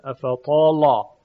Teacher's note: خب در ارتباط با افطال در اینجا لام تغلیظ میشه